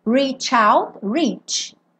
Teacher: CH em inglês, ch-ch-ch. Então eu já emendo no out.